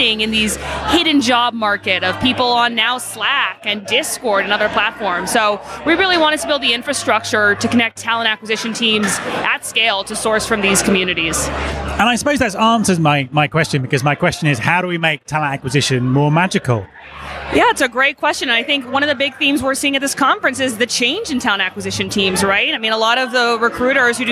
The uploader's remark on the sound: This special episode was recorded at the first ever Recruiting Future Podcast live event at the HR Technology Conference in Las Vegas. I was blown away by how many people came along.